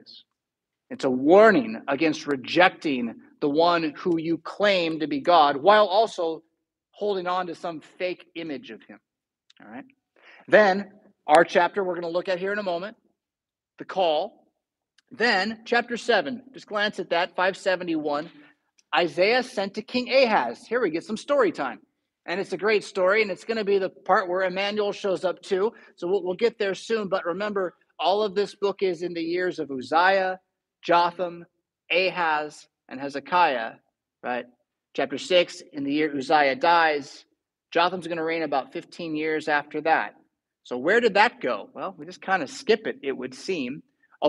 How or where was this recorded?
large echoing room